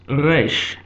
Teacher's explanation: Today, in modern Hebrew, modern Israeli Hebrew, Resh is pronounced Resh. It is pronounced with a guttural R sound from the back of the throat.